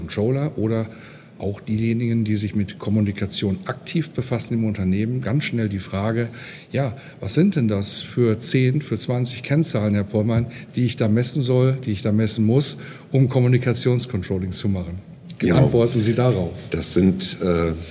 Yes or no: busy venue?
yes